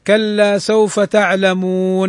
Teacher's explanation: فإذا جاء حرف المد، جاء بعد حرف المد حرف عرض له السكون للوقف، جاز فيه 3 أوجه: القصر 2 حركات، والتوسط 4 حركات، والمد 6 حركات · Term: المد العارض للسكون